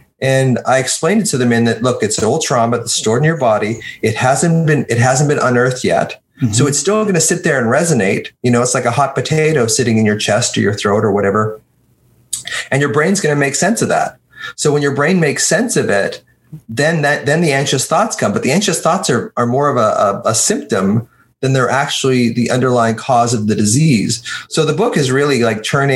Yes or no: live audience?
no